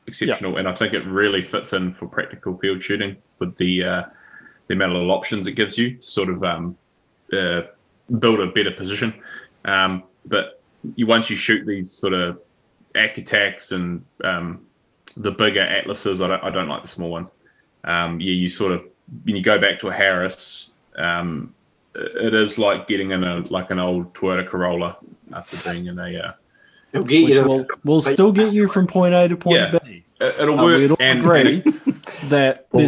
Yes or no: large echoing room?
no